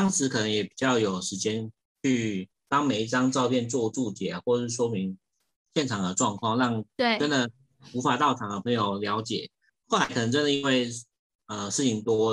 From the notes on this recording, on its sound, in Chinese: 遠端錄音敬請見諒